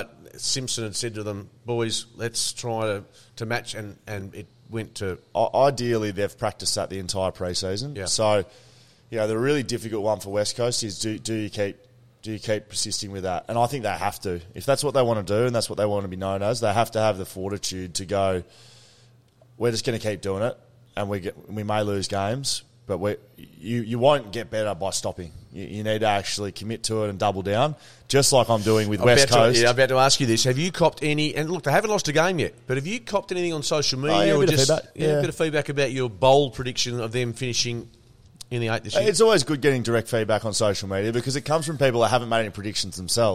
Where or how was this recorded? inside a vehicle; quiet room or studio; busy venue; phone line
busy venue